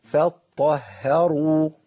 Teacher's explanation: فاء مرققه، طاء مفخمه، هاء مرققه، راء مفخمه، واو مرققه. لازم افصل كل الترقيق والتفخيم دوت بهيئه شفتين وسريعه، اقول ايه فطهروا بس خلصت.